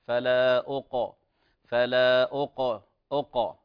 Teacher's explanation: القاف من حروف التفخيم أو حروف الاستعلاء، فالأصل حتى لو قلقلت لا ترقق، فلا أقو فلا أقو أقو، فهي مفخمة ولا ترقق.